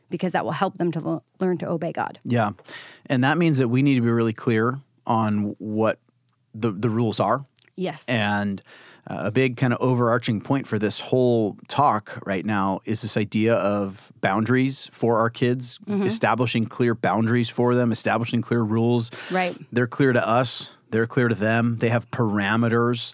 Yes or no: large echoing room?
no